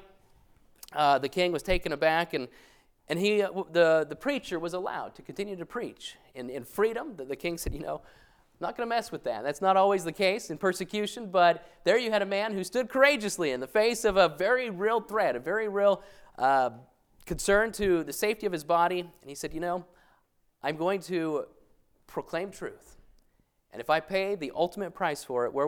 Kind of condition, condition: setting, large echoing room